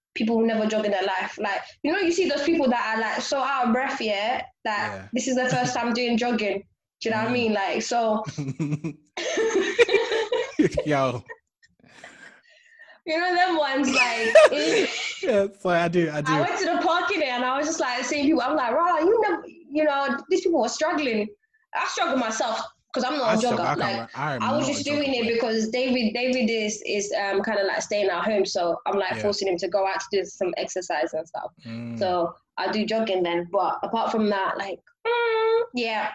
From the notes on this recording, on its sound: Interacted with our fans who interacted with us via the comment section.